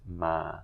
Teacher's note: Next word is ma. With a mid-tone, which means to come.